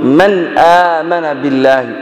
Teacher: النون من طرف اللسان والهمزة من أقصى الحلق تنوى طرف اللسان كنوى أقصى الحلق إدغام مسهور وباي وجب الإظهار